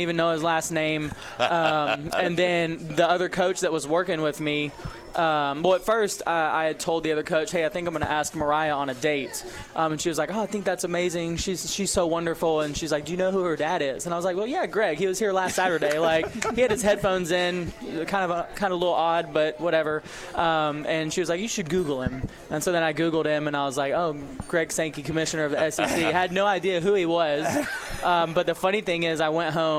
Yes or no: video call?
no